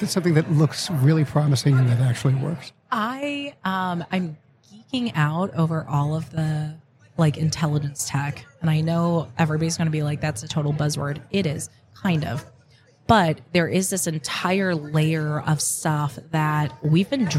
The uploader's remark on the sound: Live at the HR Tech 2022 conference